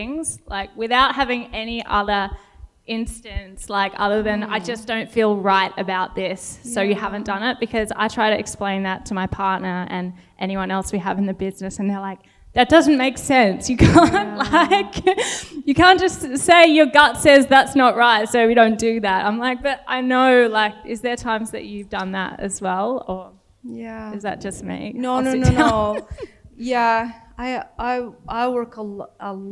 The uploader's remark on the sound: Live Interview. Filmed live from The Entourage's exclusive event for Members, The Entrepreneurs' Assembly. Featuring a Q&A from our Elevate and Accelerate members.